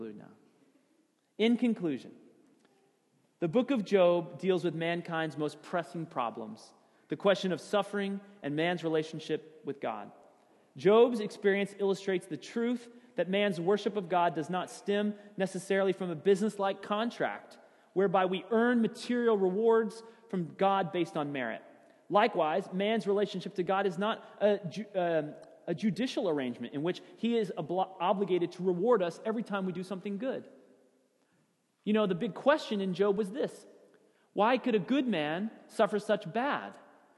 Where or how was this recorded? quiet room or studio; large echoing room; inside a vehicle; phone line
large echoing room